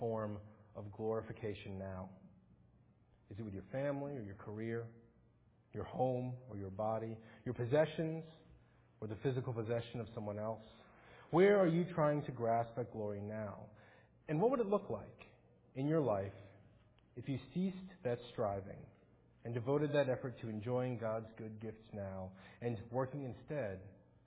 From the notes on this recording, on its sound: Faith Presbyterian Church – Morning Service